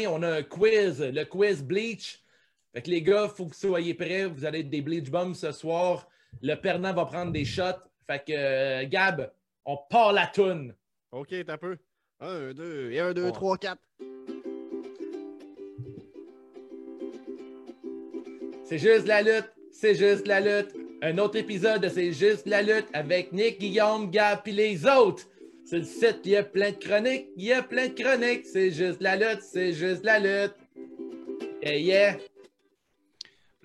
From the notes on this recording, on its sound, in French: Enregistré à distance et live sur Facebook le 24 avril 2020.